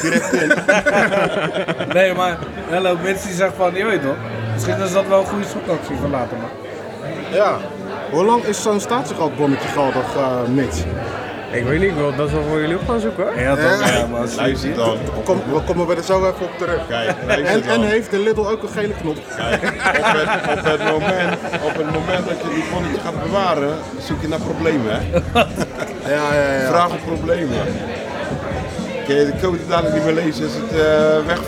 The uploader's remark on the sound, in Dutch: Midden in grand café "In Den Boekenkast" op het stadsplein in Capelle